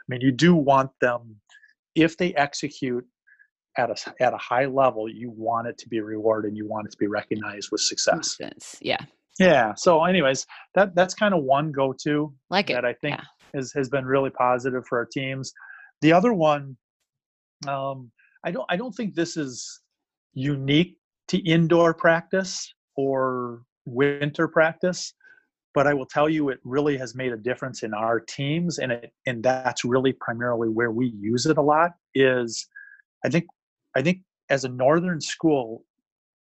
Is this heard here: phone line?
no